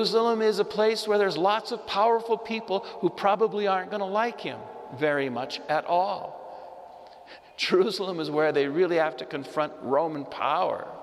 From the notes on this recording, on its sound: Homily delivered to the Saint Francis Catholic Community in Cuenca, Ecuador, (Iglesia de San Francisco).